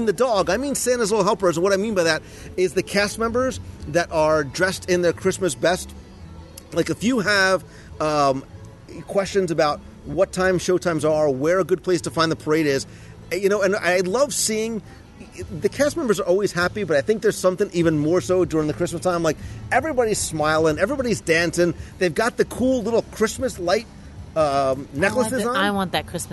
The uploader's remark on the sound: Walt Disney World. Mickey’s Very Merry Christmas Party celebrates the spirit of the season in the Magic Kingdom. Live from Mickey’s Very Merry Christmas Party.